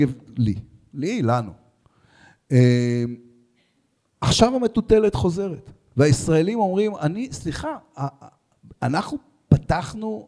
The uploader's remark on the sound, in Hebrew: לרגל המאורע המשמח הקלטנו ביום שלישי פרק מיוחד מול קהל.